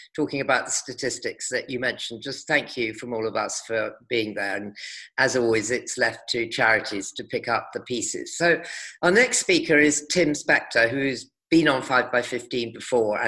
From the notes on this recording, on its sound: This talk was recorded at the online 5x15 event on 2nd September 2020.